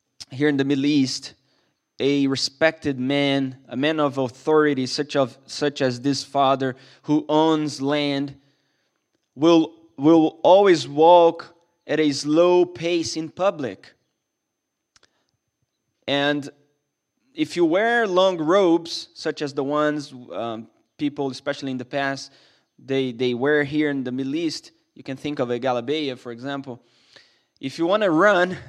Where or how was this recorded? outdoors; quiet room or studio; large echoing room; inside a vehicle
large echoing room